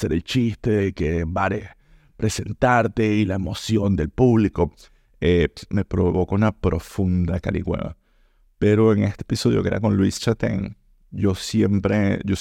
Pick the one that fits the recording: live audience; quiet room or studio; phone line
quiet room or studio